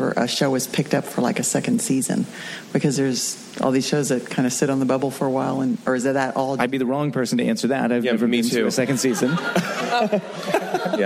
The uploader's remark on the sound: Focus Testing panel from ATX. Recorded at ATX Television Fest in June 2015.